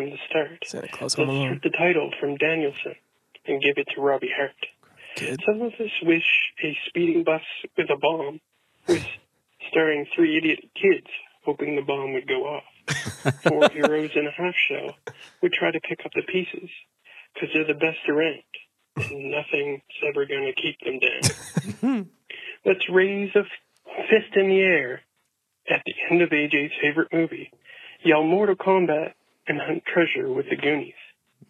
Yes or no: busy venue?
no